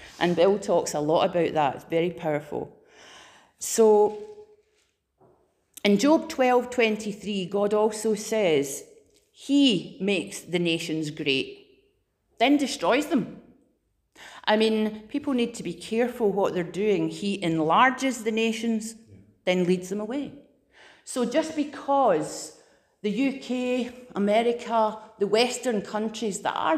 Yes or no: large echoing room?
yes